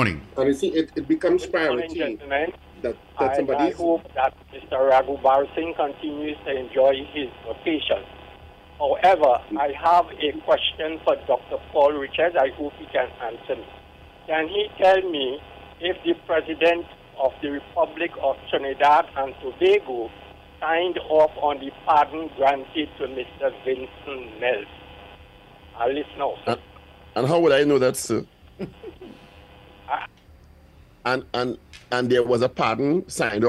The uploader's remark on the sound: During this hour we take calls from our audience